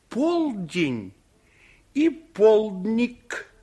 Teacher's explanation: Корень день в этих словах один и тот же. Но во втором случае исчез гласный звук е. И остался только дн.